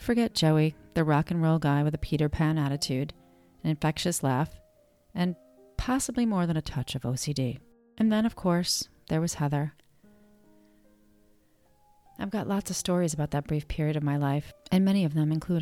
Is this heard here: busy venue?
no